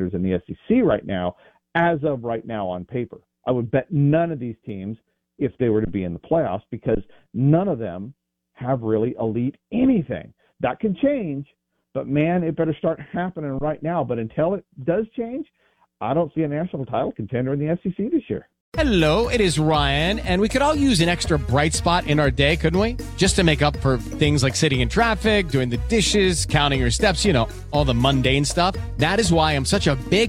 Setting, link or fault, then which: link, phone line